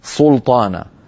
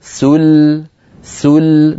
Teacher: نرقق السين واللام · Shown in: second take · ثم نقول طانا أصلها سلطانة هكذا بسين ولام مرققتين ثم طاء ومفتوحة مفخمة بعدها ألف مفخمة أيضا.